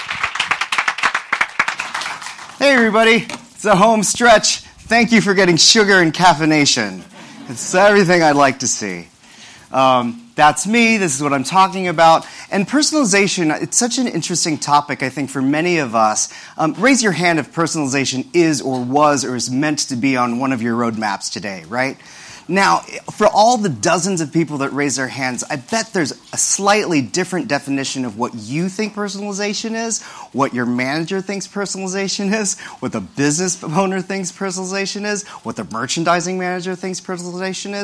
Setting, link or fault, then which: setting, live audience